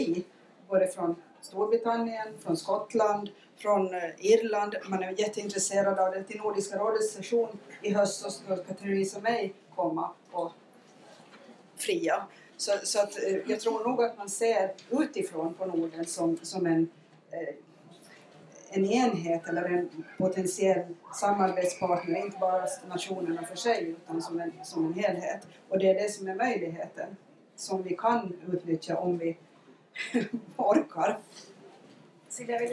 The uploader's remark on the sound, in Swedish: UI i Almedalen. Vi ber om ursäkt för sämre ljudkvalitet då rätt teknik inte fanns tillgänglig. Seminariet anordnades i samarbete med Hanaholmen och Ålands landskapsregering.